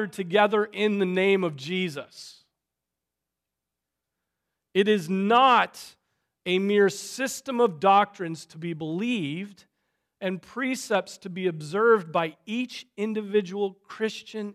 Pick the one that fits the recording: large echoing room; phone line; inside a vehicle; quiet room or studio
large echoing room